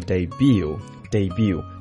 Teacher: 这两种发音当中的最后的词尾的 T 都是不发音的